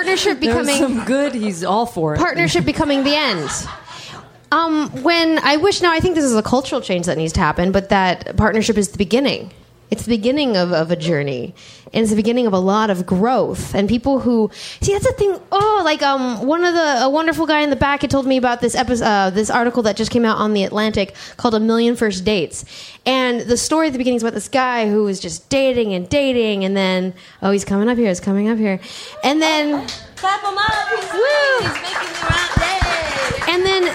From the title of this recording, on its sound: Live in DC